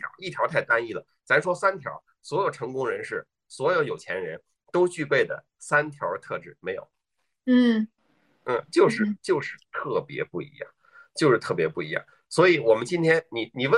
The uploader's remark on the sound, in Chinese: 这一期的播客，我们录制的比较早，也因为疫情缘故，不能在线下录，所以就和我们的嘉宾在线上约了一次对谈。